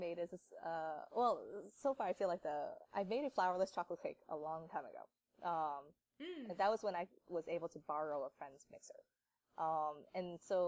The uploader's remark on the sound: Sorry for the imperfect audio on this episode